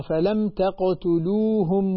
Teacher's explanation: فلم لا تغنيها لأن الميم إظهار هنا